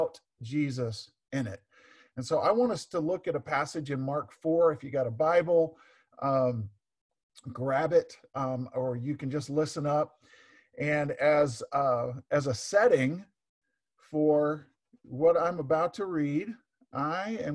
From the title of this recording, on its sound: Zoom Sunday